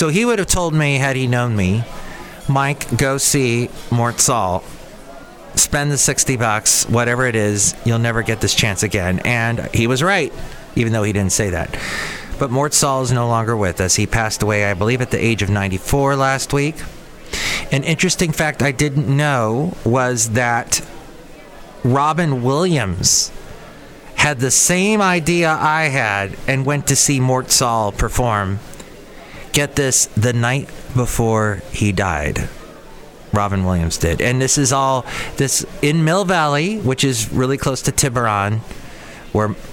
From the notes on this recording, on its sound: podcasts live from Cafe Anyway